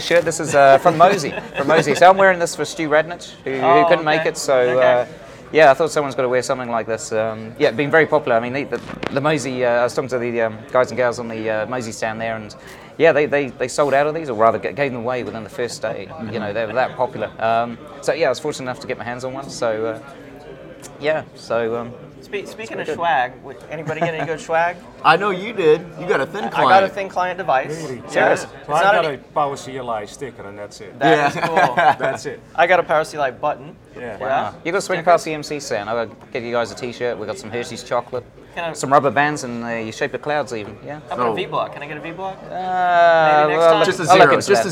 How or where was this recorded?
busy venue